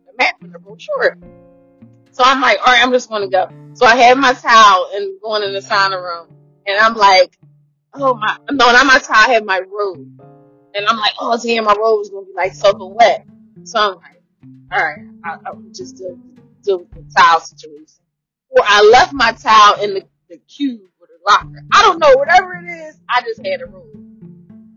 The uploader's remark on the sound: please excuse my audio I sound like a rapper in jail recording his album.